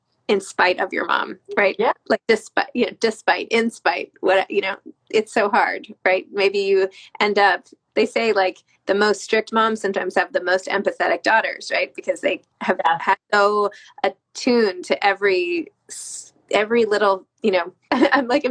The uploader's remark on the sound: A recent IG Live —released here as a podcast.